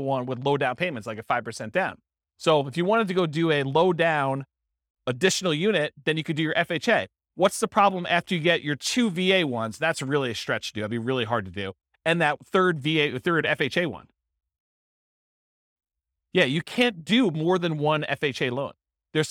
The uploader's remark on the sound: This was a live class recorded